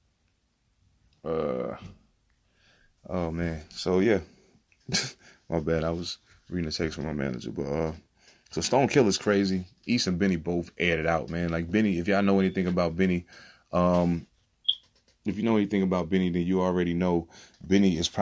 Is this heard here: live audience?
no